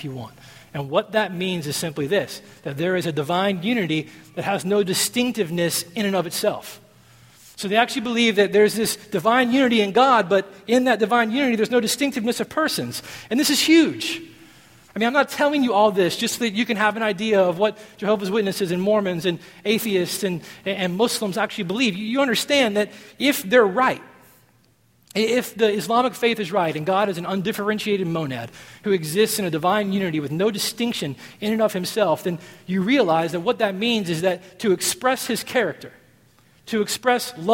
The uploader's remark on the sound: at Redemption Hill Church on Sunday, September 18th, 2011